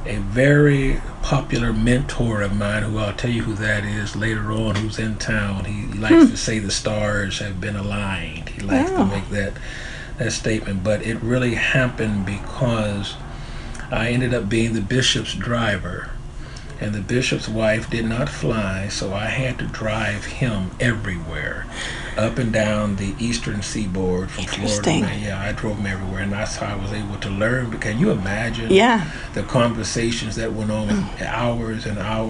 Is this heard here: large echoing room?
no